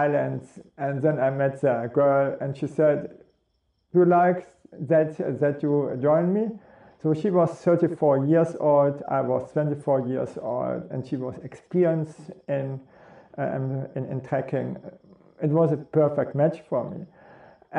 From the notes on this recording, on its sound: It was cold and raining, the mosquitoes and black-flies were biting like crazy and my raincoat was inside more wet than outside, so my shoes.